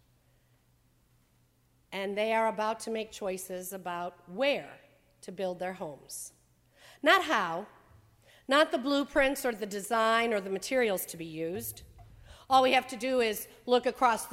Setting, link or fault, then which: setting, large echoing room